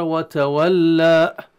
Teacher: يأتي بهمزة خفية بعد الألف